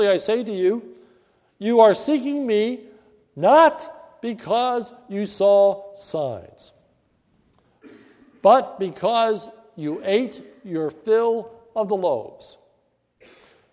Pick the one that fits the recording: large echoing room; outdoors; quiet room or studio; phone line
large echoing room